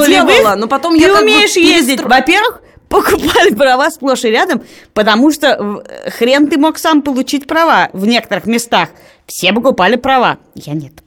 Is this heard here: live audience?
no